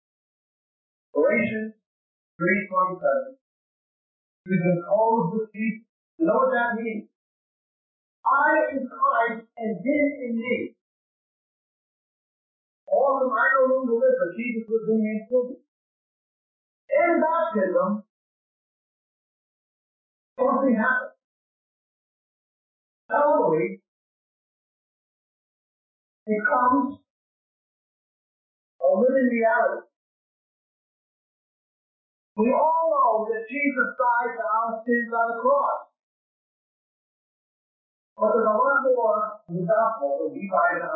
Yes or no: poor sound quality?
yes